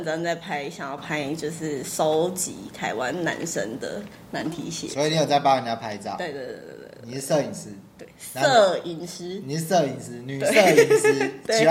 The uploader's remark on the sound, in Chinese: 目前錄音器材有點陽春，錄音品質請見諒！